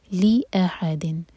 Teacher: جو حمزہ ہے حمزہ الف کے اوپر ہے تو اس کو ایک ہی حرکہ کھینچنا ہے. لی احدن ہا کو حلق سے اور دن یہاں پر ہم اظہار کریں گے تنوین کے بعد.